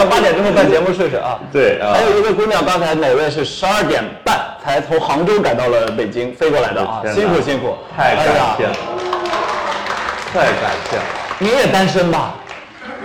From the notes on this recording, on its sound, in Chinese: 线下活动录音